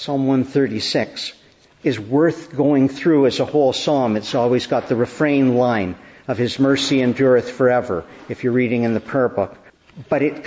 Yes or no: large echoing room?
yes